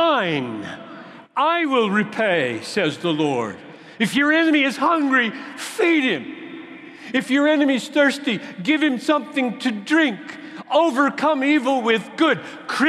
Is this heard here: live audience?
yes